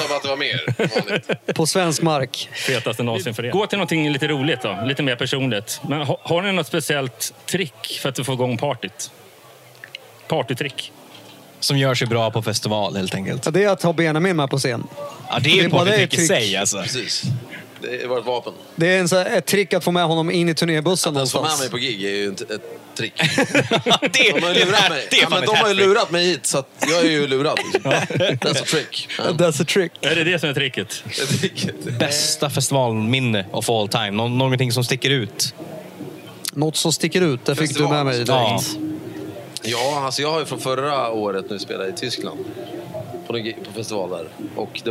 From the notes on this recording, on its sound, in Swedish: Rockflödet är på plats igen på Sweden Rock Festival och täcker festivalen.